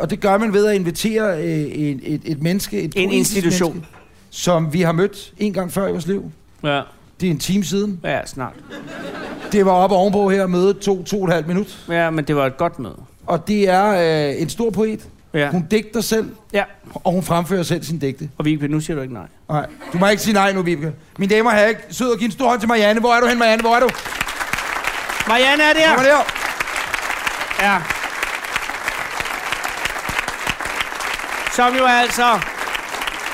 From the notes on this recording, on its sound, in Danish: Er landet i et meget sneklædt Vordingborg. Her sender de afsnit 57 i ly af Gåsetårnet – LIVE på spillestedet STARS.